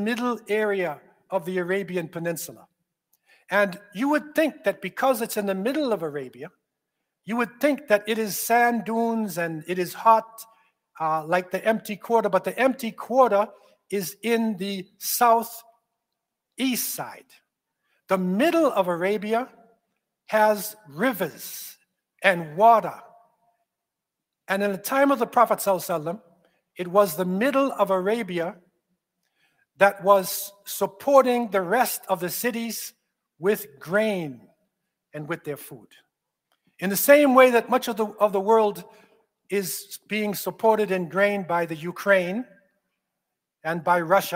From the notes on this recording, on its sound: This Friday sermon was delivered at the Islamic Institute of Toronto.